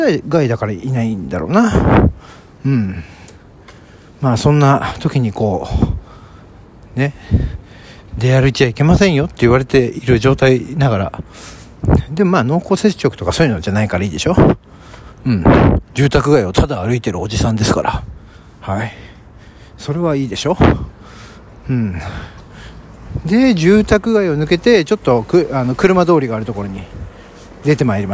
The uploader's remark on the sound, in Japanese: ロケトーク第3弾【市ヶ谷駅周辺】。すっかり慣れて来ました野外での収録です。人に見られた #ママさんの井戸端会議の脇を #信号待ちは危険。